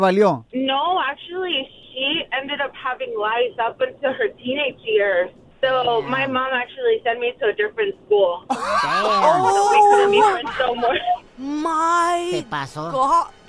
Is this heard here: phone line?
yes